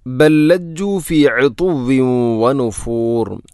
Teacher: ഇവിടെ ബല്ലജ്ജു, ബൽ ലജ്ജു എന്നല്ല, ബൽ ലജ്ജു. ഒന്നാമത്തെ ലാമിന് രണ്ടാമത്തെ ലാമിലേക്ക് ഇദ്ഗാം ചെയ്യുന്നു, കൂട്ടി ലയിപ്പിച്ച് ഒതുന്നു